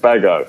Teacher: There is no R, so we would pronounce it Bago.